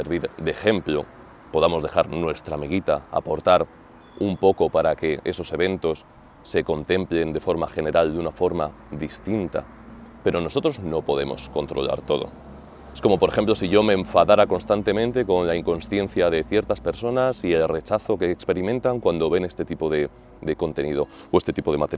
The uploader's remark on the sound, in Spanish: grabado frente al Coliseo, en pleno centro de Roma